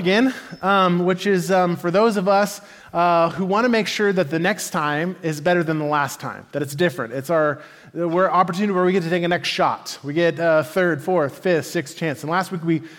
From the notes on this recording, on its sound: Message delivered at the Benicia Campus